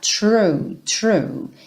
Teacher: Lembra que tem um arzinho aí saindo nesse TR